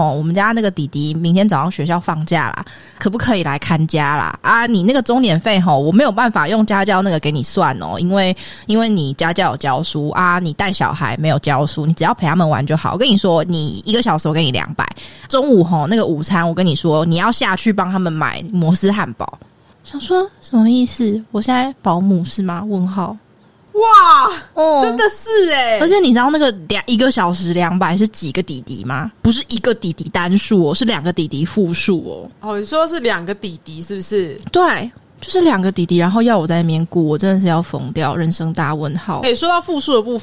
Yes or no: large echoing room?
no